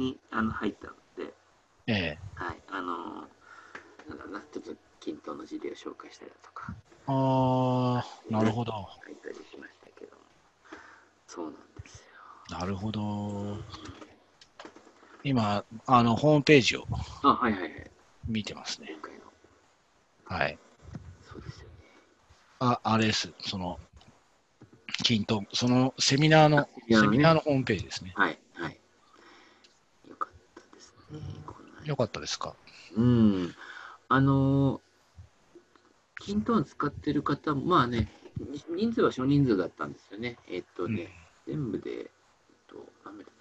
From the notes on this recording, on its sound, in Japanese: ハングアウトオンエアがサービス終了となってしまったためZoomで録音しての収録です。